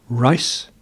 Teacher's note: Rice has a shortened, clipped diphthong.